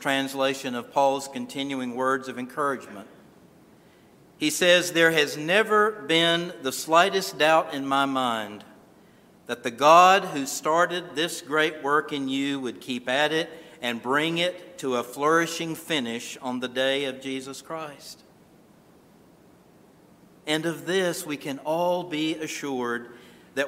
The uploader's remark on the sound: This sermon was originally recorded at Calvary Moravian Church in Winston-Salem, NC